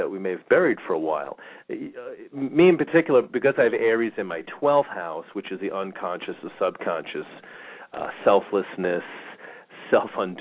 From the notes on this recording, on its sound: Callers may call in 15-20 minutes into the live show with questions or comments and 5 minute mini navigational consultations. We will open up the phone lines early today for questions and comments.